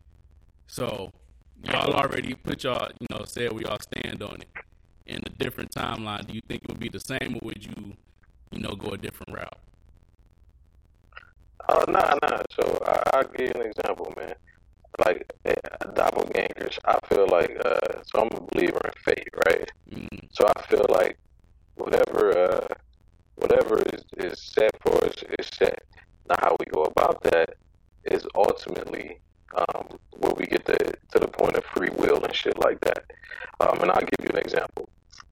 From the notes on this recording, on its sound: The Terrible Bad Horrible Quality of The Sike Ward. Once again we experienced technical difficulties.